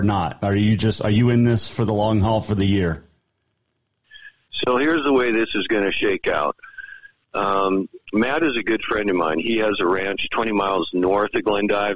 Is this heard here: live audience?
no